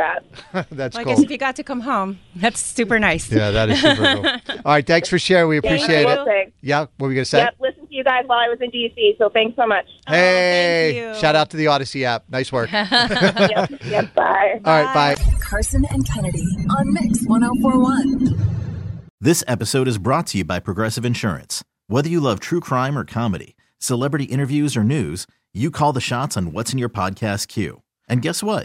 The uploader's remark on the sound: People called in anonymously and told us what they do for a living.